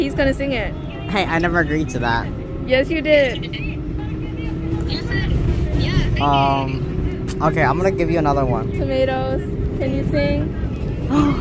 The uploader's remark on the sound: THE NEW YORK CITY SUBWAY, with an AUDIENCE! Between Queensboro Plaza and Flushing-Main St.